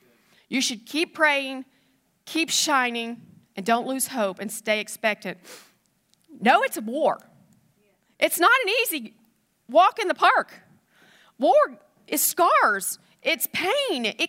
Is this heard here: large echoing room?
yes